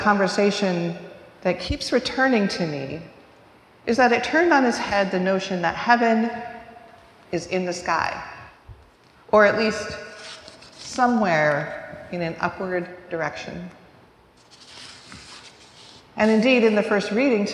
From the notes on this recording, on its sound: recorded live at the 10:00am service on Ascension Sunday, May 21st, 2023.